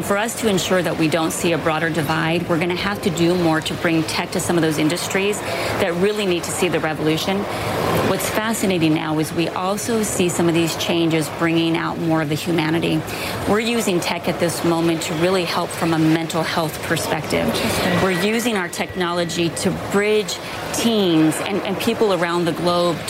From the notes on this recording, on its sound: live from the New York Stock Exchange